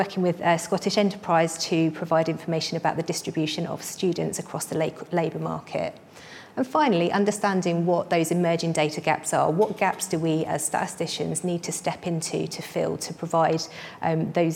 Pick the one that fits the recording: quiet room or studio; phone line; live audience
live audience